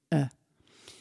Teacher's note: Là aussi, il faut prononcer à nouveau la voyelle sur chaque note, sinon on risque de se retrouver avec une voyelle qui ressemble plus à un cheva à la fin. Le cheva, c'est la voyelle neutre, j'ouvre la bouche et je laisse sortir. Euh. C'est un peu comparable au E muet en français.